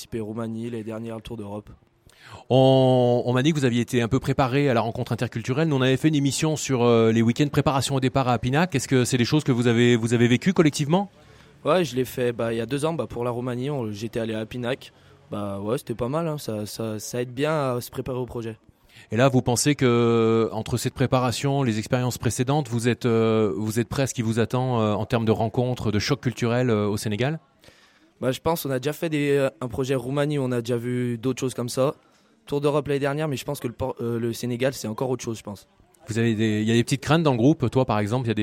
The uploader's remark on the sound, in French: Enregistrement de l'émission de clôture du festival vivre ensemble tout un art en direct du marché de Saint-Christo-en-Jarez le 8 Juin 2019. Enregistrement de l'émission de clôture du festival vivre ensemble tout un art en direct du marché de Saint-Christo-en-Jarez.